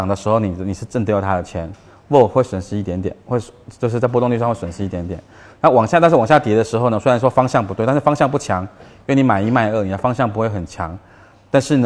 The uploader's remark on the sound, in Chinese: 本期音频来自2019DNOC期权夏季嘉年华，圆桌论坛部分内容分享。